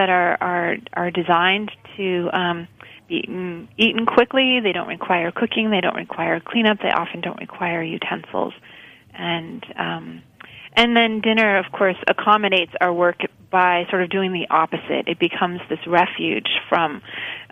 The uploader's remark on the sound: Via phone.